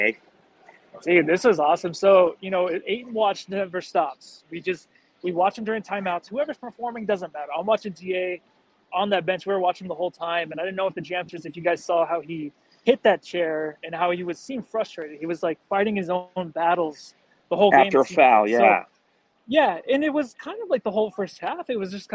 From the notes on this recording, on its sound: LIVE from Bright Side Night. Coming to live from the arena.